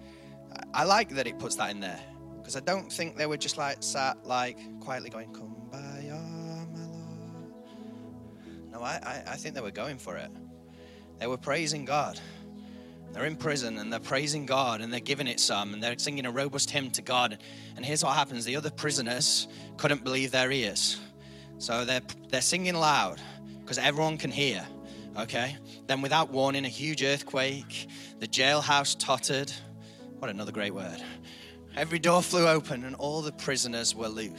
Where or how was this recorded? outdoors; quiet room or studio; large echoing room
large echoing room